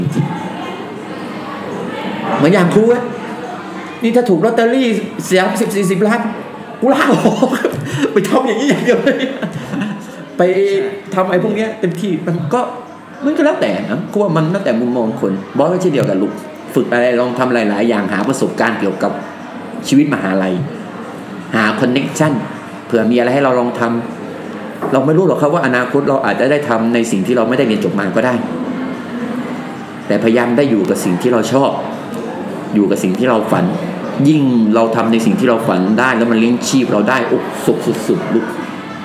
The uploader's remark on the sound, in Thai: ตอนบันทึกฝนตกหนัก อาจได้ินเสียงฝนหนักหน่อยนะครับ.